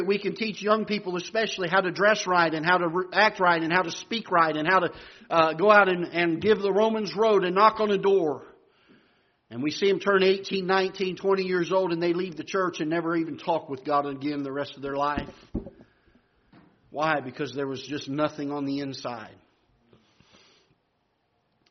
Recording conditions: large echoing room